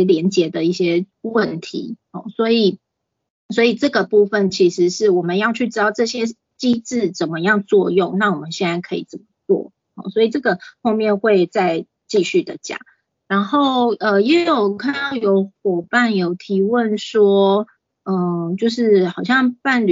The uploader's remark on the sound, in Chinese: 講座錄音。此為線上課程錄音檔。